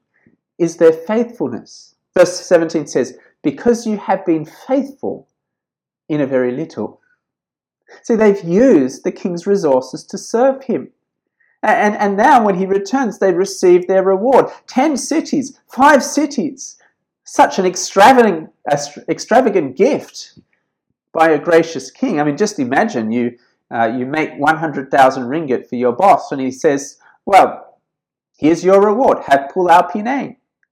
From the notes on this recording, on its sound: This sermon was preached at St George's Church, Penang on 18th November 2020.